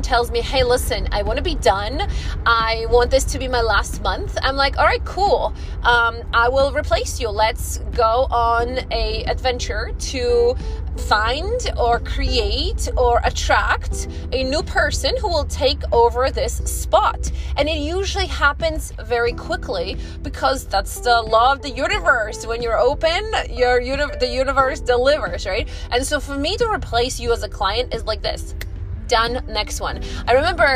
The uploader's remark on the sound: This episode came out of me as I drove to the Whole Foods one day. There’s background noise.